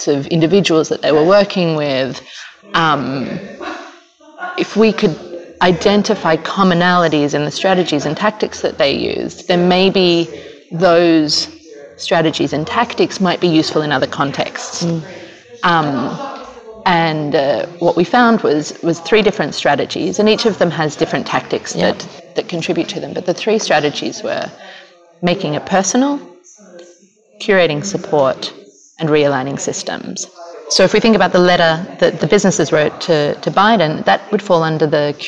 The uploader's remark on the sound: Recorded live at Skoll World Forum in Oxford.